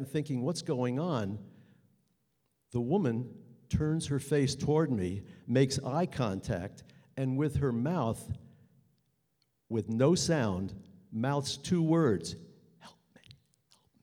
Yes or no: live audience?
yes